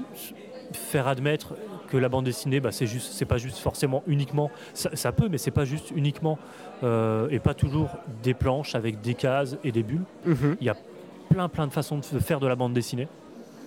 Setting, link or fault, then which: setting, busy venue